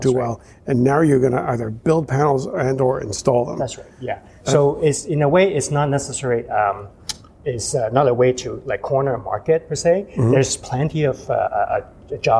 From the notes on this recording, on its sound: special bonus episode recorded at the Passive House Canada Conference